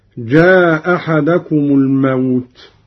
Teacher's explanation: قرأ قالون بإسقاط الهمزة الأولى هكذا: جاء أحدكم الموت.